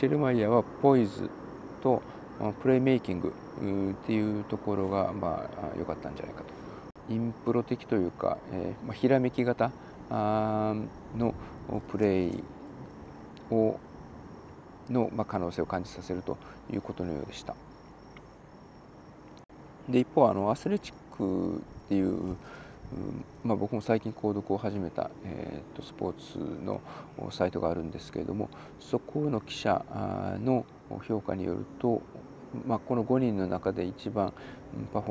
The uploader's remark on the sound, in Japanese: 今回も外での収録…曜日と時間帯が悪かったのか、夜の集会に向かうお兄さん(or お姉さん)ののノイズ入ってます（笑）